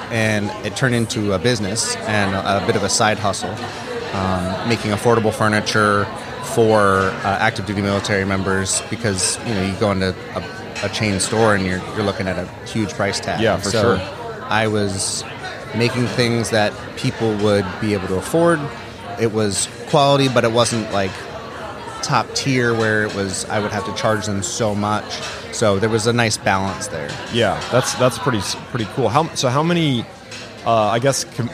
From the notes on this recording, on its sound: LIVE from HAVEN 2022